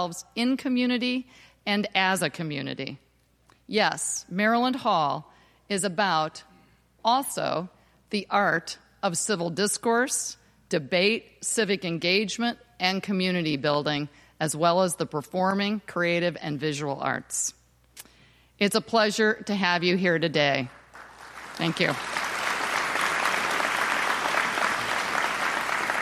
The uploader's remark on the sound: This is the audio from the inauguration. The inauguration was held at Maryland Hall for the Performing Arts.